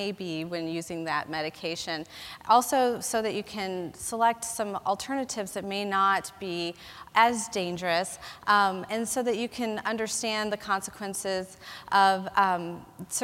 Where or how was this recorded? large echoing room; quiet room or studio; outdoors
large echoing room